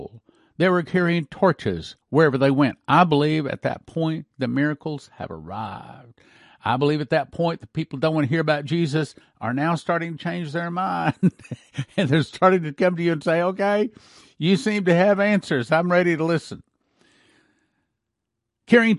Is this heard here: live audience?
no